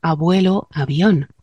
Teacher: dentro de una palabra se pronuncian más suaves las dos